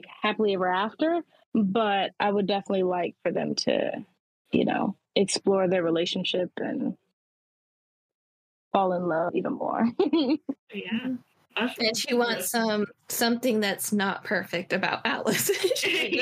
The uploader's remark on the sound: We had some technical difficulties this week